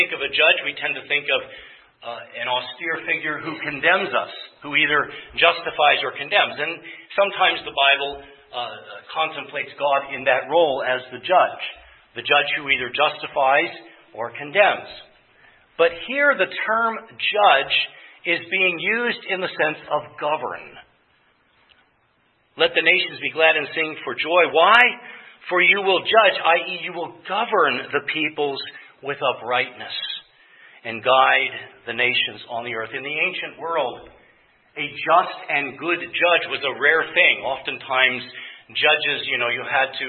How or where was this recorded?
large echoing room